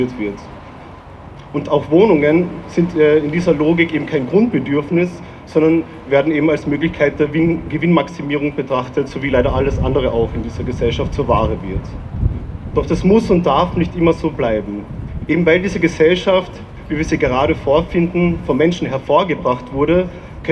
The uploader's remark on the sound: O-Ton „Nazis raus aus dem Zweiten!“-Demo am 15. 10. 2023 in Wien.